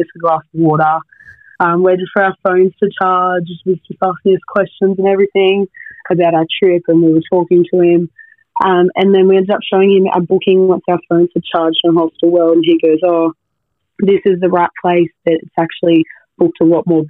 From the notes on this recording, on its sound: Today we have 5 listeners call